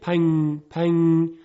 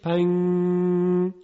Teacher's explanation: ببینید پنگ پنگ، حالا همین رو یکم بکشید، پنگ، در حقیقت این اخفاه، یعنی نه زبان رو میزنیم به مخرج نون که اظهار کنیم و نه ادغام میکنیم، حالت میانه داره و غنش یه مقداری طول میکشه، صدای نون به شکل غنه طول میکشه